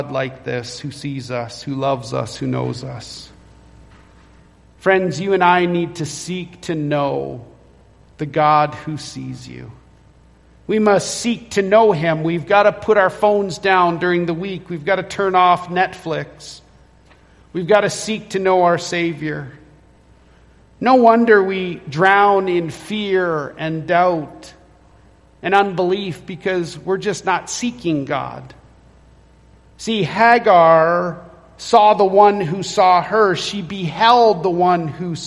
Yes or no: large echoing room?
yes